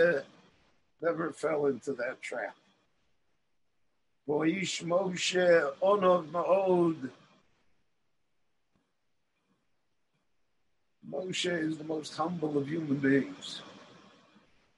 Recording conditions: video call